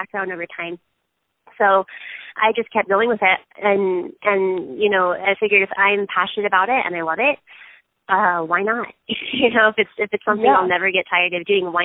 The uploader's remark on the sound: That happened over the phone for me this week when I was interviewing